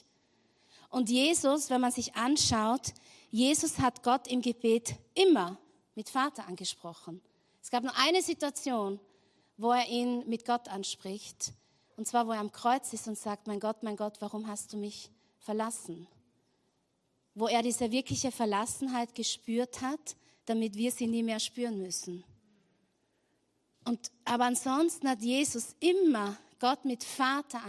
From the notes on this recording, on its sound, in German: Gottesdienst live aus der LIFE Church Wien.